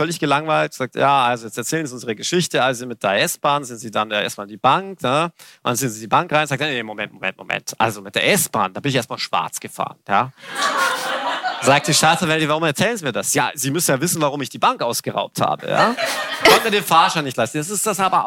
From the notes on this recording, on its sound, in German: Diese Folge wurde live auf dem Crime Day in Hamburg aufgenommen.